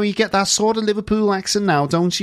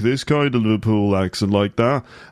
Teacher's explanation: The accent in Liverpool has become a bit more nasal, a bit harsher. · Shown in: first take